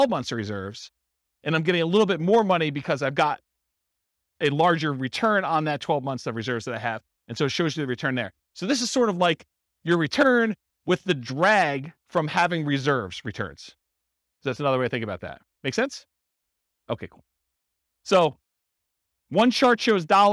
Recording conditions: live audience